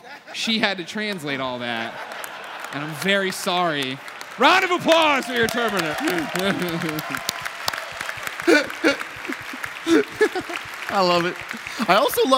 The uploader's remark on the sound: Recorded in front of thousands at PSX 2016.